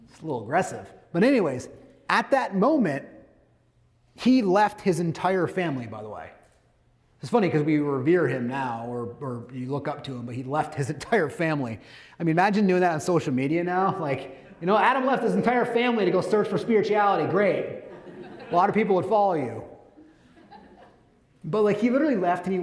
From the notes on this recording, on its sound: Today’s bonus episode is a recording of a speech. At Livian’s annual Advance conference.